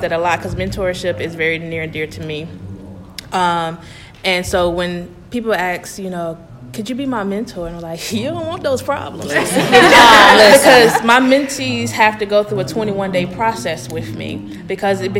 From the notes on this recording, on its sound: Hosted a LIVE recording at ACPA 2020 in Nashville, TN!